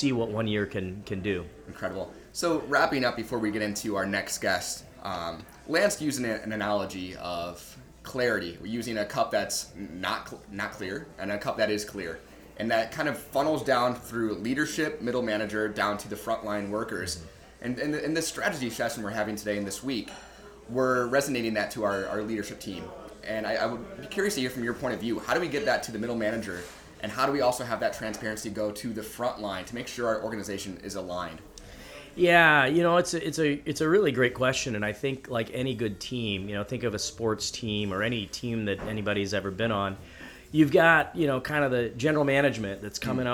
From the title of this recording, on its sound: LIVE From Kem Krest’s 2023 Leadership Retreat